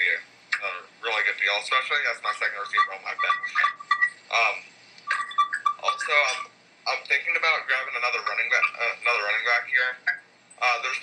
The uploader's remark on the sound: We tried a new app for group audio today, and unfortunately we experienced several technical difficulties.